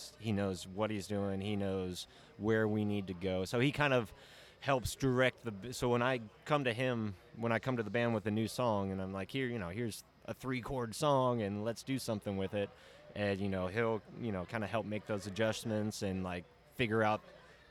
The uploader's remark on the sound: belly up at Barley and Vine Biergarten in Orlando, FL, to record the second of our 2018 in Review series